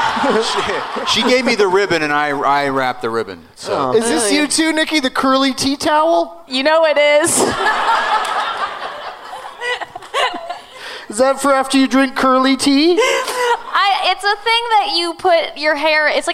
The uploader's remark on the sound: Live from the Gramercy Theater in NYC